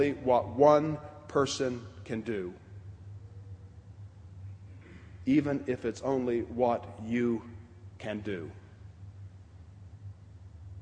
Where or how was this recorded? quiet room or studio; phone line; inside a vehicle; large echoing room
large echoing room